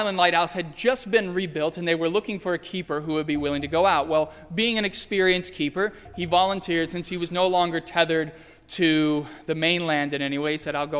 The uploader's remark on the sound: during the Heritage service (11:00 am) on Sunday, January 31, 2016, at First Presbyterian Church of Arlington Heights, Illinois.